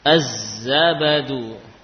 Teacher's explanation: Nah, sehingga memang ada hubungan kedekatan makhraj antara lam dengan huruf-huruf syamsiyah. Sehingga karena dekatnya makhraj, ya, menyebabkan lam itu dibaca dengan idgham. · Term: idgham syamsi